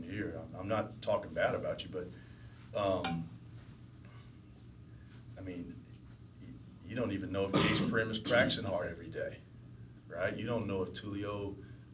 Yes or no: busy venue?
yes